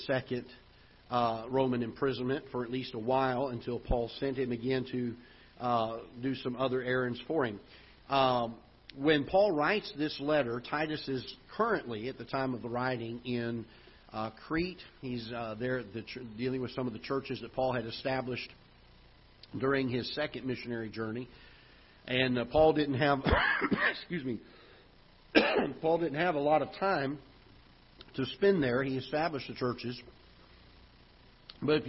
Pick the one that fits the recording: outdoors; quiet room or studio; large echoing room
large echoing room